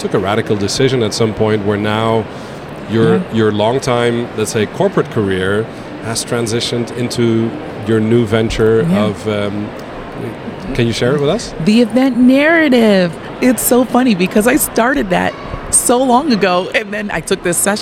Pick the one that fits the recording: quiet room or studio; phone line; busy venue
busy venue